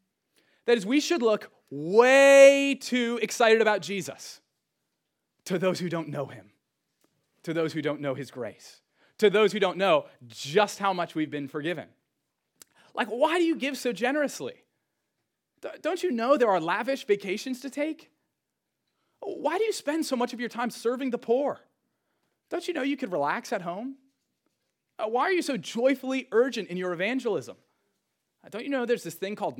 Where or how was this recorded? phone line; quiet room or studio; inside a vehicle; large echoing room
large echoing room